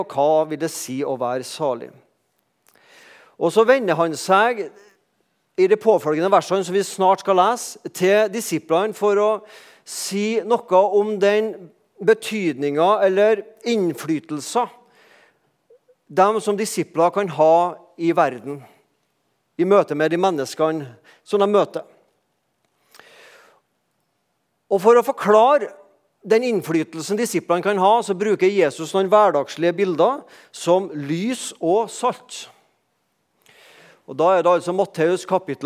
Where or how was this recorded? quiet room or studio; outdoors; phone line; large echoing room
large echoing room